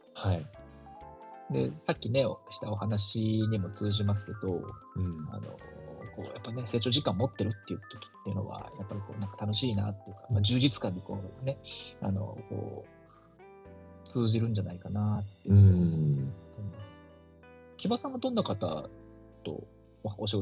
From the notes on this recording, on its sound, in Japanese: リモート収録の不備で音質にお聞き苦しい点が多々あります。